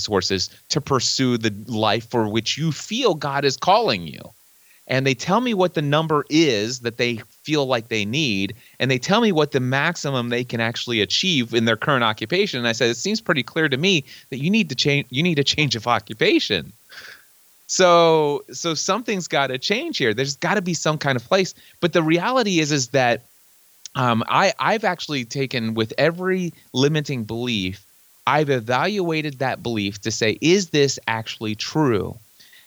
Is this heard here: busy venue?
no